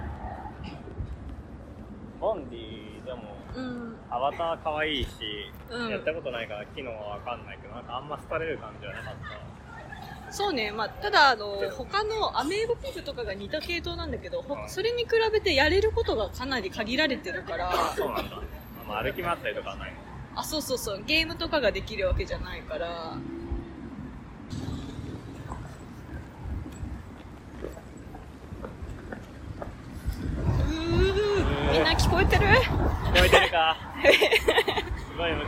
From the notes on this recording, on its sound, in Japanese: 散歩音声（蟹歩き）。